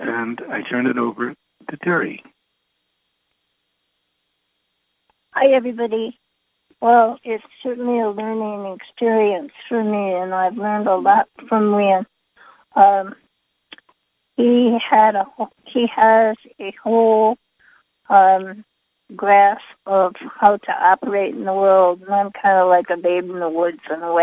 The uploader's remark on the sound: Conference Call LIVE